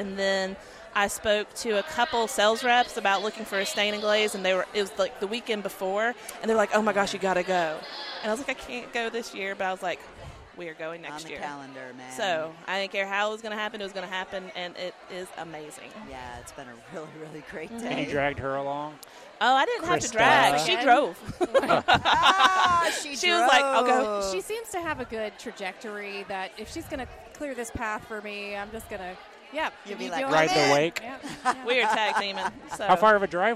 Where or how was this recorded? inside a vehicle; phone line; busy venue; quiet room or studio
busy venue